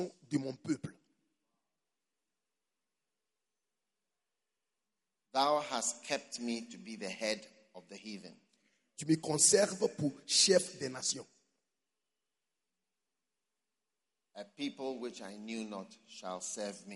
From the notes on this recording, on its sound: Preached at the Give Thyself Wholly Conference, August 2022, Mampong-Ghana.